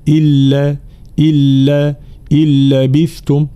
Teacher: حكمها الإدغام بلا غنة، فتحذف النون تماما ويشدد الحرف الذي بعدها اللي هو اللام هنا